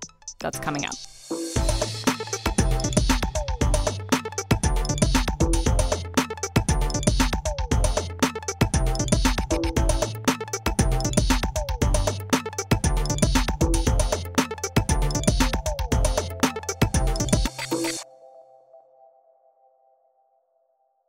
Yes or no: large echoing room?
no